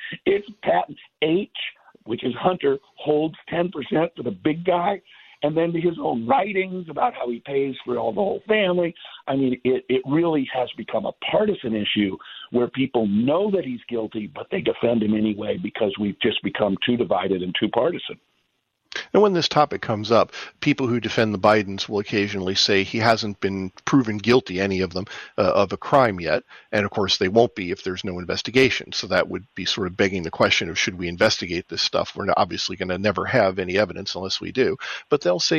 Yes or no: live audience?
no